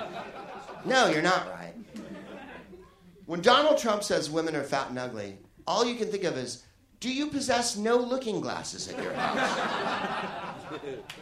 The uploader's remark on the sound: Live from the Soho Theatre in London